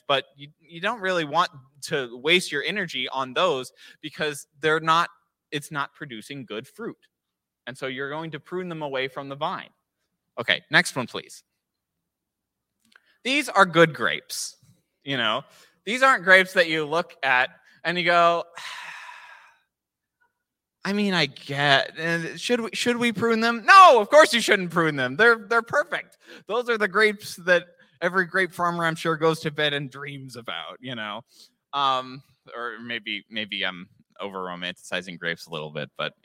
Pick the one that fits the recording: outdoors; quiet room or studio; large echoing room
large echoing room